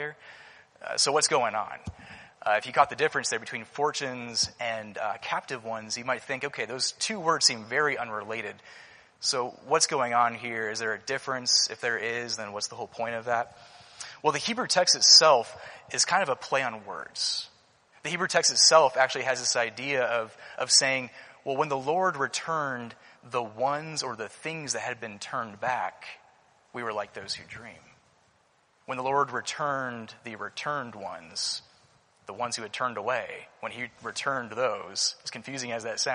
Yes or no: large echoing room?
yes